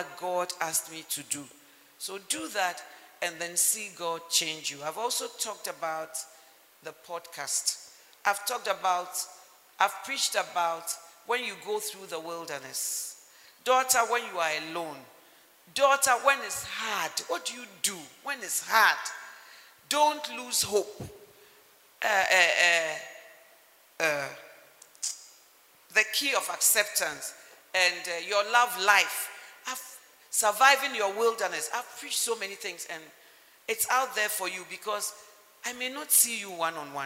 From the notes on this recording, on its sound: Model Marriage Conference 2021. Message preached at The Healing Jesus Mission International, HQ, Spintex on 14th February, 2021.